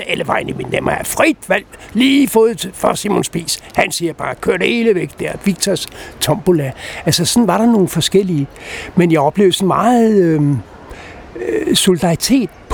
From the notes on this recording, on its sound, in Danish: Optaget på Nimb Bar, Tivoli, København.